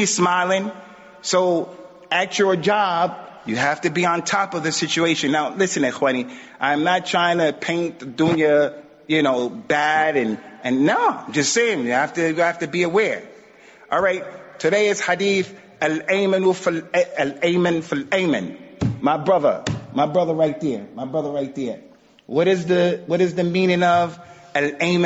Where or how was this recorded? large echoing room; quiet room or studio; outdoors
large echoing room